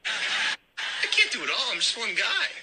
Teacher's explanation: 结尾的特省略，然后中间的元音也压扁了 · Term: 弱读